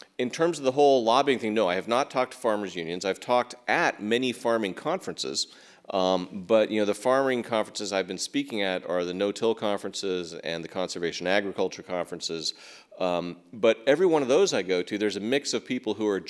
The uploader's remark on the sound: at Town Hall Seattle